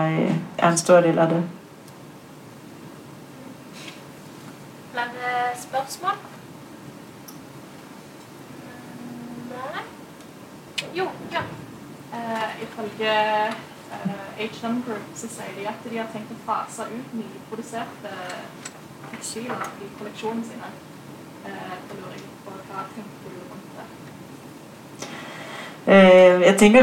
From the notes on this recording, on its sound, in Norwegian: Takk til Fakultet for kunst, musikk og design ved UiB og BIT Teatergarasjen for utlån av opptaksutstyr. Assistanse til lydbehandling i møte med noe utfordrende lydopptak.